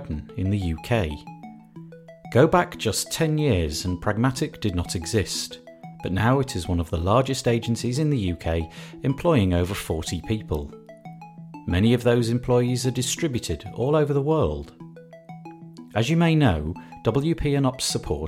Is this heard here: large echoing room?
no